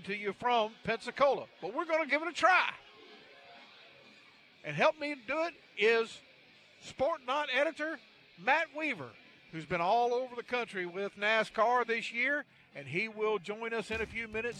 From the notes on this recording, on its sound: LIVE from Pensacola 5 Flags Speedway 56th Annual Snowball Derby Green Flag Party